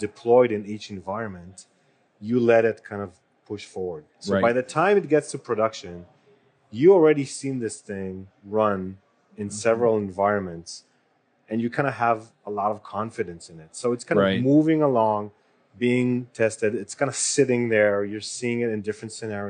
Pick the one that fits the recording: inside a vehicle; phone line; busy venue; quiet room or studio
busy venue